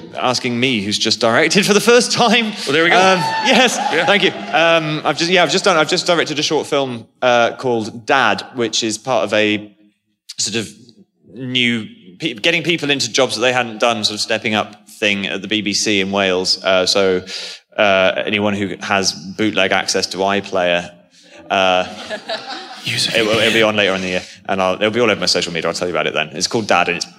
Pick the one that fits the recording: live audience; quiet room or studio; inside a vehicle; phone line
live audience